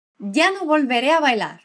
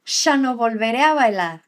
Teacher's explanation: a … não fala ya, ela pronuncia o Y como sh · Shown in: second take · chá. Vamos tentar falar como ela?